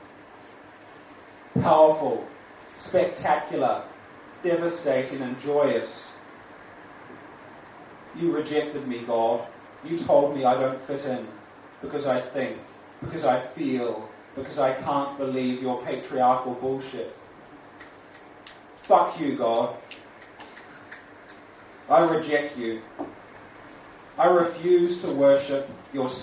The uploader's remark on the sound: Recorded 2017-05-08 at Bar Oussou, Sydney Road, Melbourne.